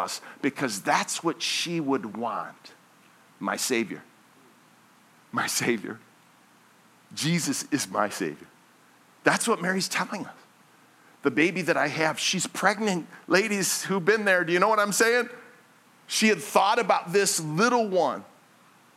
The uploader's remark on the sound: This message was originally preached at Highpoint Church on Sunday, December 3, 2023